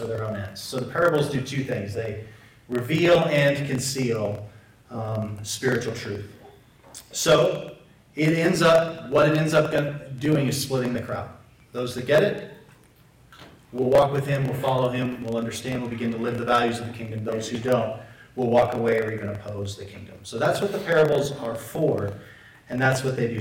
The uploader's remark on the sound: Apologies for the poor audio quality.